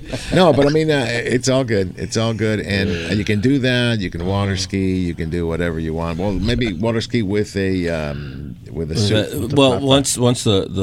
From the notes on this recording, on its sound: "LIVE" from Angel Stadium in Anaheim, CA.